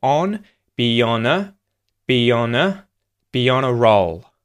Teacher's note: Be on, using that Y sound. On, the A sound becomes a schwa. It links to the N at the end of the word.